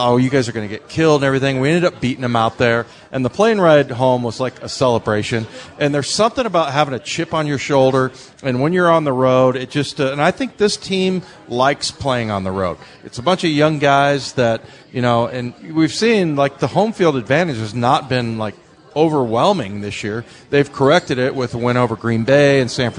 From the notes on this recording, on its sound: Live at Pearl Seafood and Oyster bar.